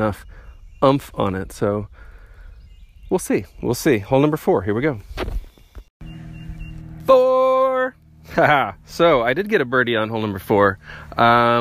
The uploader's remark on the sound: Archer's Park DGC at Clinton Lake State Park. Plays a solo round of Disc Golf at Clinton Lake State Park in the afternoon.